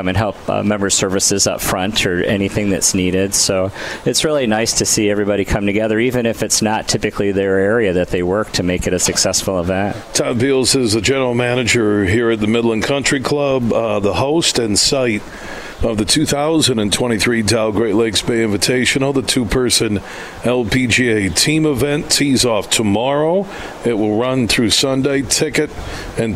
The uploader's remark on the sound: It's day 2 of us broadcasting live from the Midland Country Club as the Dow Great Lakes Bay Invitational two-person event takes place this week starting Wednesday.